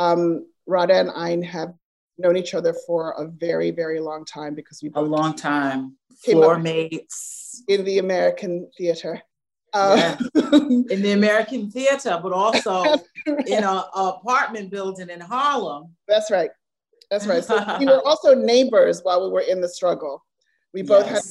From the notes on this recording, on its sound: Virtual Q&A.